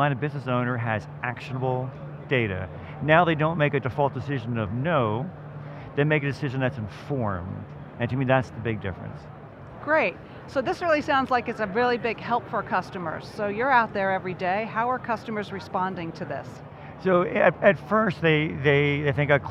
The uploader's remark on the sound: Live from the Veritas booth at Microsoft Inspire.